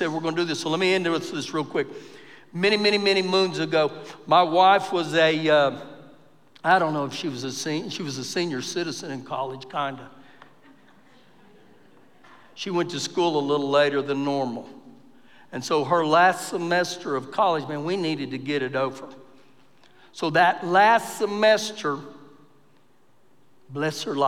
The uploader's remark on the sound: Recorded live during our Wednesday night service